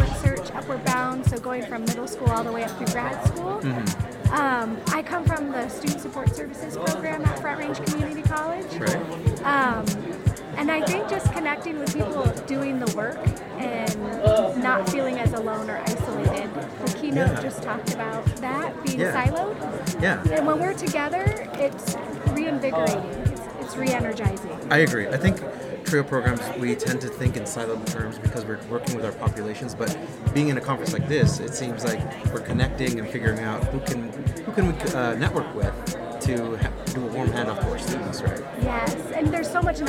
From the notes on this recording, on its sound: Was on-site at the ASPIRE Wyoming/Colorado (WYCO) Conference 2023 to visit with various staff members of TRIO programs across Colorado and Wyoming.